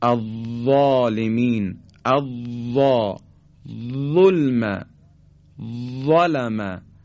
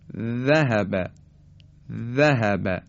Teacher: تلفظ حرف وا هم دقیقا مثل فیس نقطه و ذال نوک زبونی هست، اما حرف وا به جهت این که سطح زبان ما به طرف کام بالا نزدیک میشه و پرحجم تلفظ میشه · Shown in: first take · از ذال پرحجم تره.